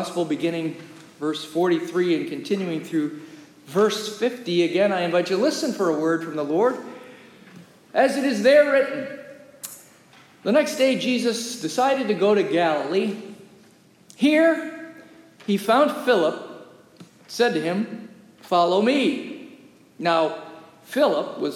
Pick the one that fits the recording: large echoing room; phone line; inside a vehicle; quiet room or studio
large echoing room